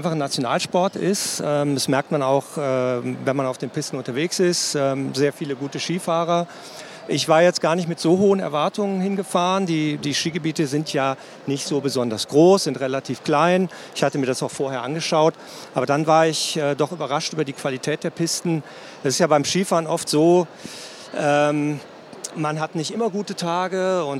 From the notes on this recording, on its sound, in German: Sport und Kultur Travel Talks auf der ITB.